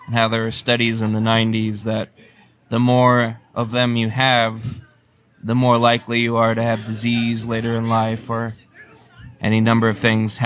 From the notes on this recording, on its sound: Welcome to our New York Library Association Conference Episode. This is our second year podcasting from the conference.